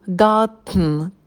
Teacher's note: это сочетание звуков «тн» можно произносить будто бы в носу. Gotten. Через нос идет.